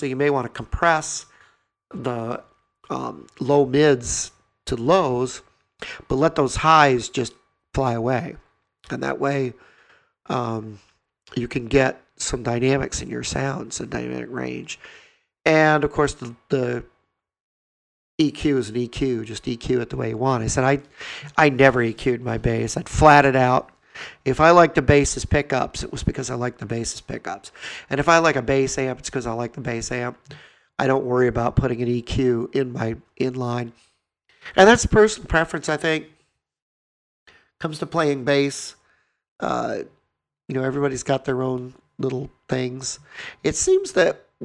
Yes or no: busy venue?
no